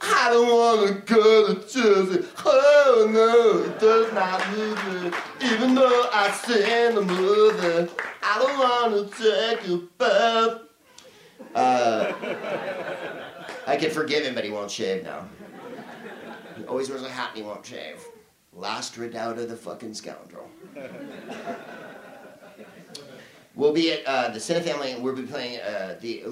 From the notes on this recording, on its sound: Live from the Soho Theatre in London